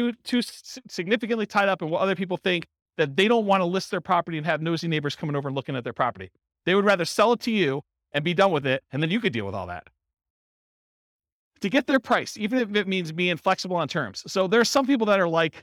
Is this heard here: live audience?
yes